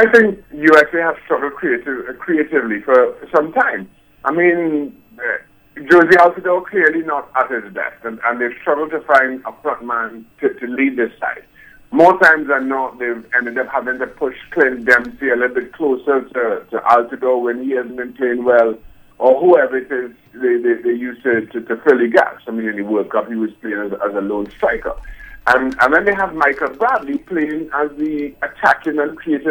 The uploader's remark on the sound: joined on the phone